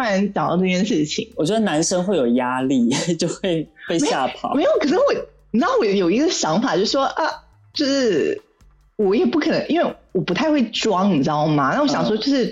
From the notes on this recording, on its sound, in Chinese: 本集錄音小狀況，聽感請多見諒